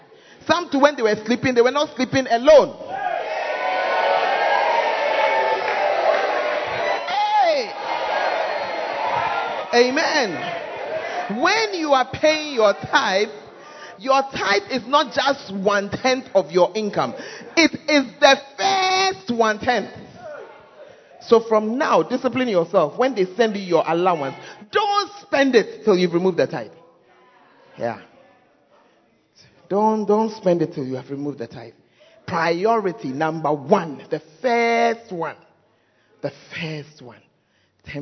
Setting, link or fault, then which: setting, large echoing room